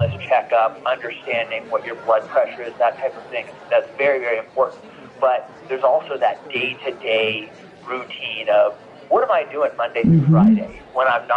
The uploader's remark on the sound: Live from CES.